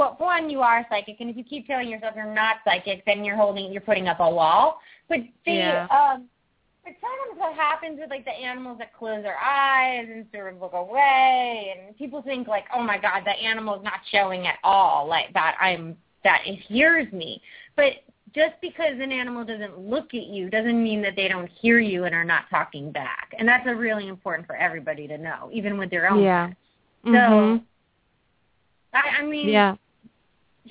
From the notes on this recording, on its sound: open up the lines for listeners to call